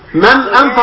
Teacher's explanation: من أنفق على طول، ما فيش غنة ولا في فاصل، نون ساكنة بعديها همزة، يبقى الحكم إظهار حقيقي